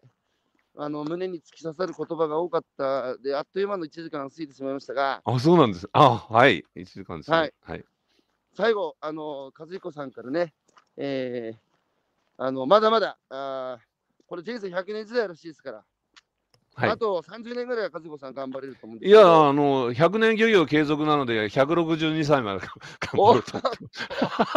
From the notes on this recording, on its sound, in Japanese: 歩きながら1時間、対談する。